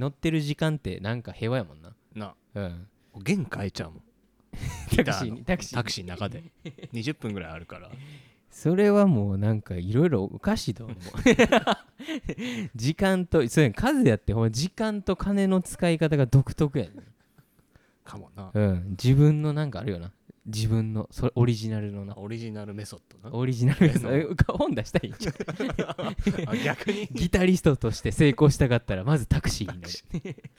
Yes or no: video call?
no